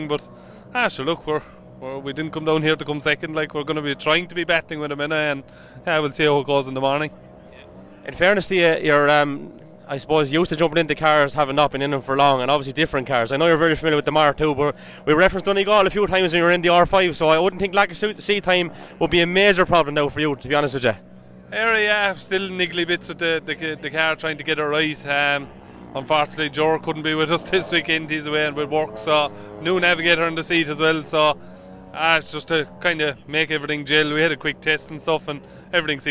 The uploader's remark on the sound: Live from West Cork on Friday evening